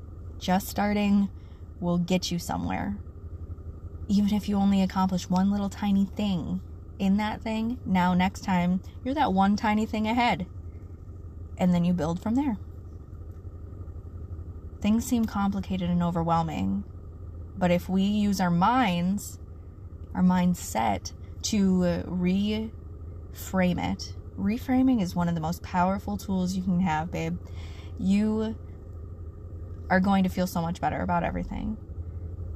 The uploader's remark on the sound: I'm on the road today...so I'm recording from my car